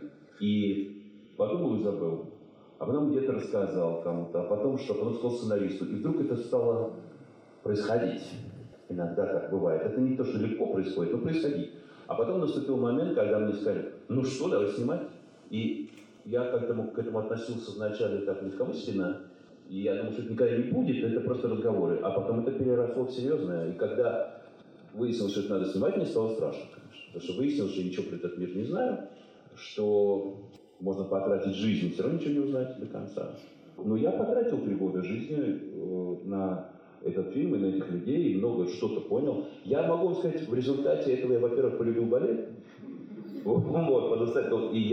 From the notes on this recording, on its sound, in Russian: Беседа со зрителями после показа фильма "Большой" в Доме культуры "Ясная Поляна".